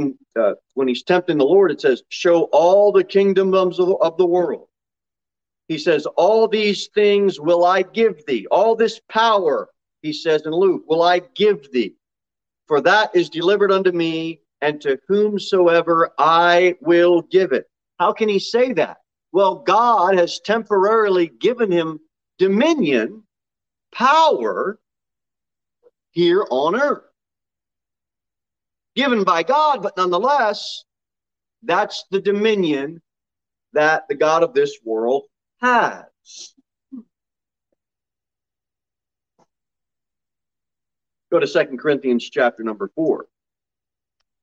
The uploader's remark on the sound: Sermon delivered at Pilgrim Baptist Church on Thursday, June 2, 2022 at 6 pm. Jere Whitson Rd.